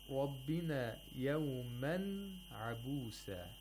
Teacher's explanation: We have izhar of tanween because we have an ayn, a letter of the throat after the tanween. So we have to pronounce the nun sakina completely, fully.